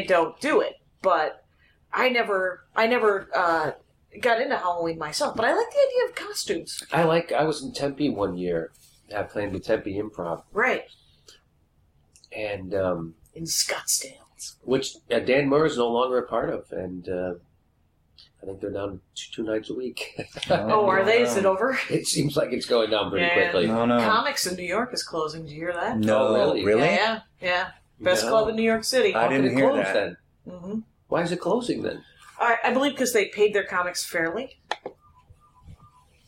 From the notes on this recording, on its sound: Sound note: I don't think the sound taped through the board, it came right out of the ZOOM. There is a lot of chewing going and my phone rang twice during the show and I weeded off for more coffee.